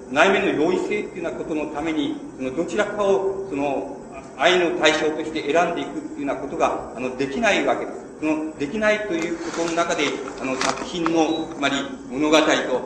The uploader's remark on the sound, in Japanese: 場所：渋谷･東京山手教会。ドストエフスキー死後百年祭 で 行われた。全編に周辺ノイズが入っている。教会で行われたため音が響くが ライブ感あふれる録音。